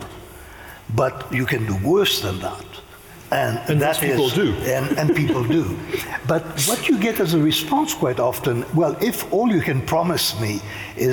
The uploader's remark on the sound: This episode is part two of our live event